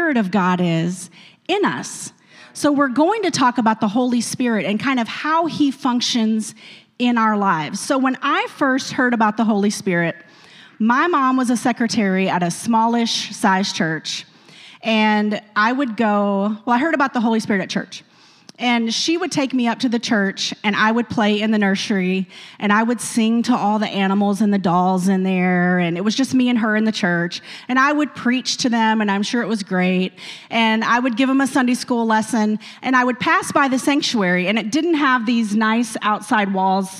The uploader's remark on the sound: a service recording from Connect Point UPC